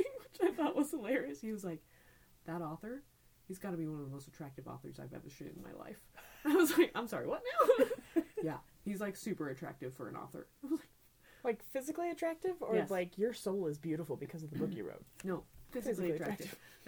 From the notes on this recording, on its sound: All three of us were sick during recording, so please excuse coughing, sniffling's, and sneezing's.